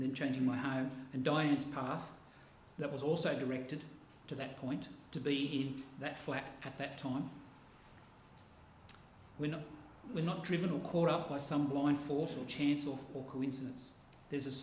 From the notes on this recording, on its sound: This sermon was preached on 6 August 2023 at all services of Helensburgh and Stanwell Park Angilcan Church.